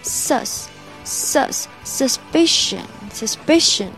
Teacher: Suspicion 这个怀疑这个这个单词啊，中间的那个 u 我们是发 a 音